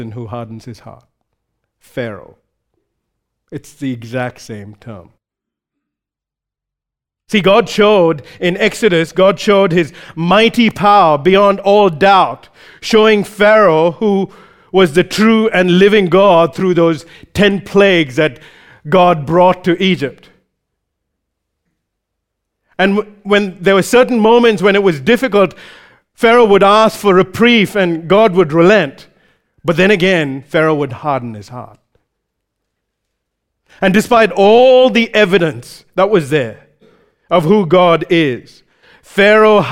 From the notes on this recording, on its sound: recorded live at Grace Community Bible Church